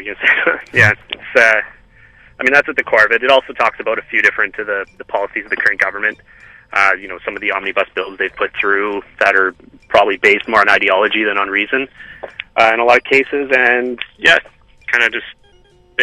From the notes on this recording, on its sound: I did a quick phone interviews